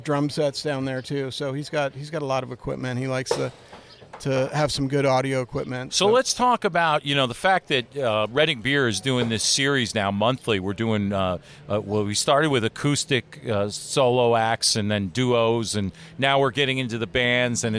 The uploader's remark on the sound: SummerFEST: Bands&Beer at Redding Beer Co. We are on location for SummerFEST: Bands and Beer! Redding Beer Co in Redding, Connecticut.